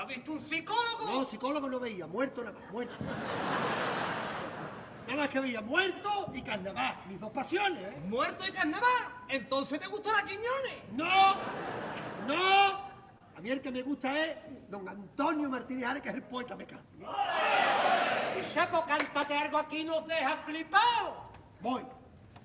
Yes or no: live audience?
yes